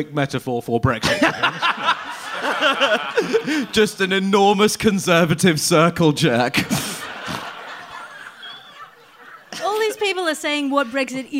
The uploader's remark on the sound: It's a live special